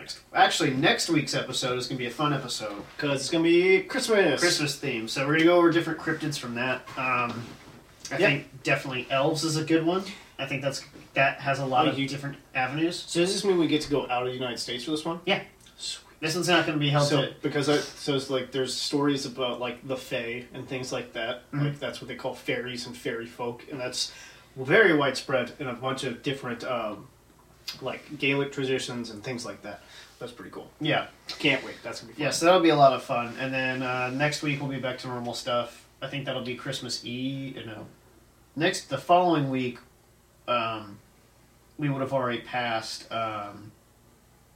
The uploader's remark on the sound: Sorry for the audio quality, our mics were having issues!